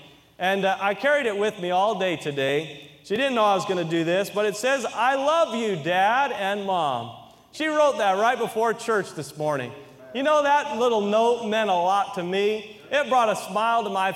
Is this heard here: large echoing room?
yes